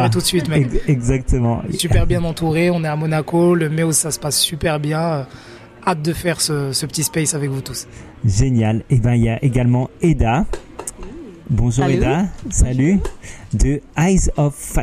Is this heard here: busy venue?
yes